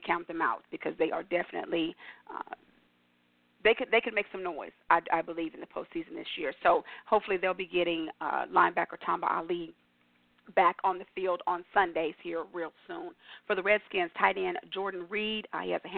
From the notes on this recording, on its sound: your phone calls